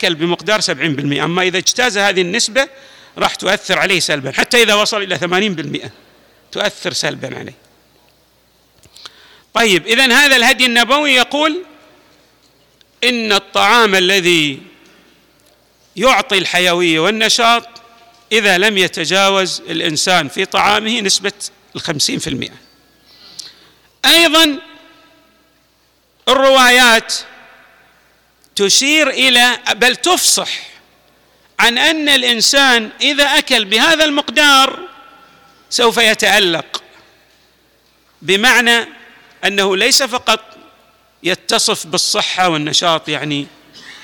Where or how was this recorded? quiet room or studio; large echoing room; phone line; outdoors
large echoing room